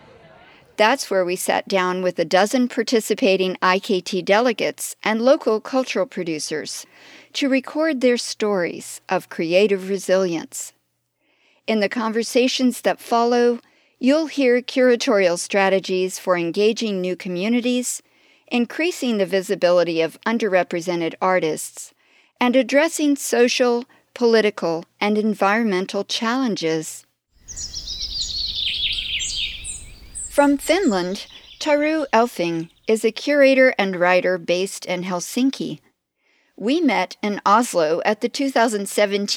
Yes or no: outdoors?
yes